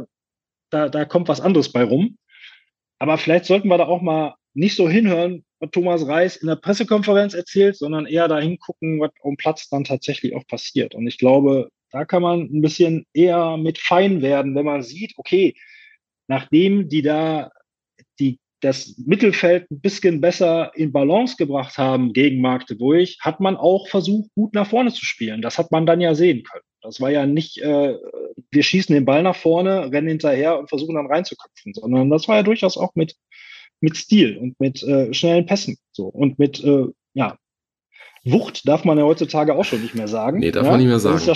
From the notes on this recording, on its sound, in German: den Live-Zuschauern in unserem Zoom-Raum entwickelte sich eine schöne Diskussion